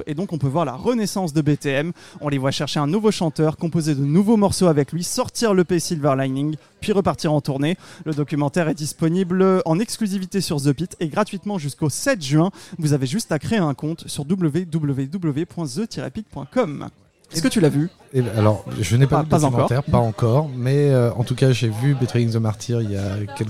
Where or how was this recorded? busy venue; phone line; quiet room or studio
busy venue